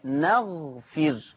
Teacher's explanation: حفص عن عاصم يقرأ بفتح النون، حفص يقرأ بفتح النون وسكون الغين وكسر الفاء